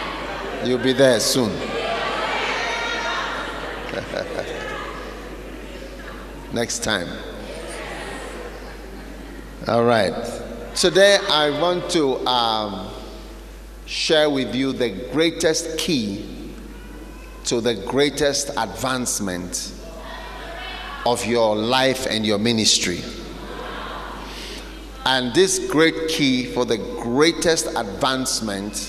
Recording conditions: live audience